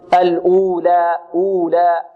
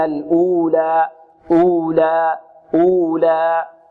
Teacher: والألف تأتي بها بمثل الواو في المد في المقدار